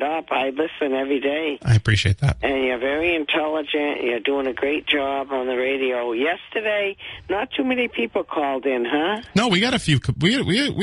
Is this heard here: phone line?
yes